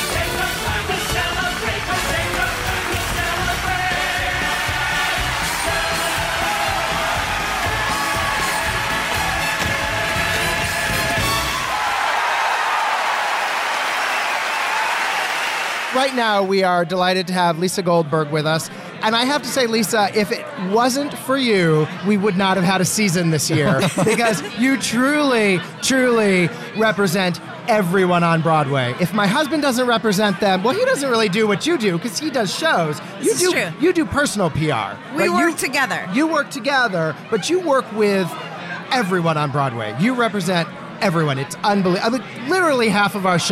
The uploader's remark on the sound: live from the O&M “After After Party” at The Carlyle Hotel